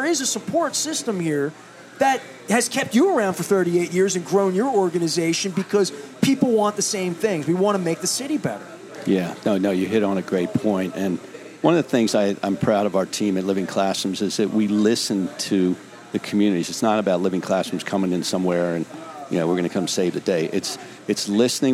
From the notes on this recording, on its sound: On "A Cup Of Soup Or Bowl" week at Faidley's Seafood in historic Lexington Market.